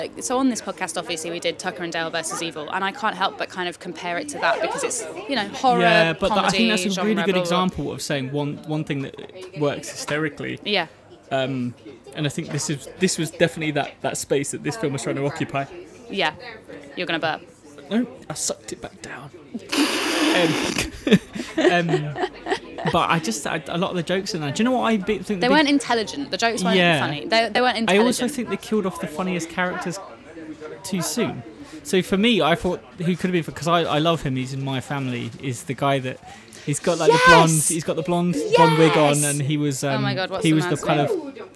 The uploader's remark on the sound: Drinking IPA in a pub in Surbiton.